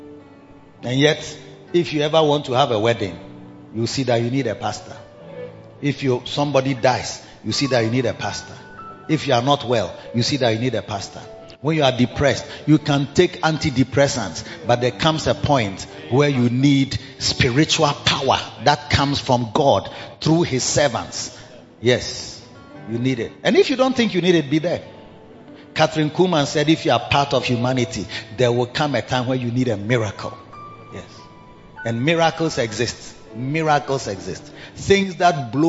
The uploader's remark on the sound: Preached at bthe Victory Secrets Service 1 - The Makarios Cathedral, HQ.